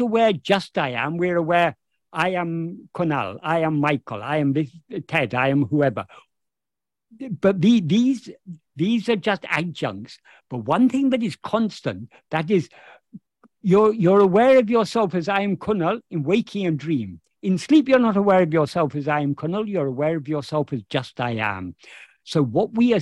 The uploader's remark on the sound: In a Zoom meeting with the San Diego Ramana Satsang.